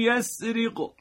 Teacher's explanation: مع الغنه یعنی این که صدا بیفته توی خیشوم، صدا غنوی بشه، خیشومی بشه، حالا به اصطلاح عامیانه تو دماغی، و دو حرکت هم کشش، دو حرکت میزان کشش.